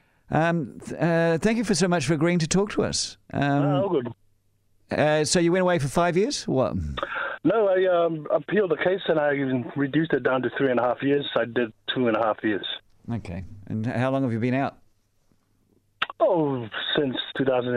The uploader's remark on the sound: called in to talk about his experiences